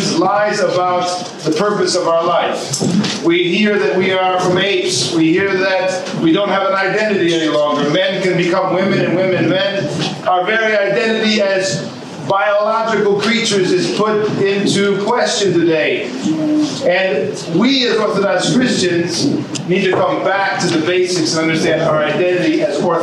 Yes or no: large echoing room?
yes